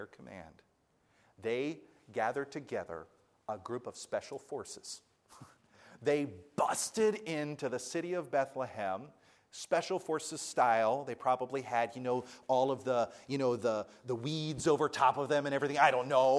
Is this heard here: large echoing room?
yes